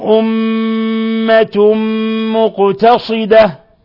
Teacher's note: لاحظوا ترقيق التاء وتفخيم الصاد